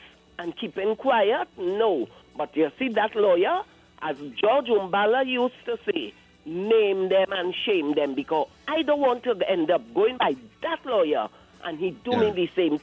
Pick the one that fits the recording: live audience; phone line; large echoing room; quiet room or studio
phone line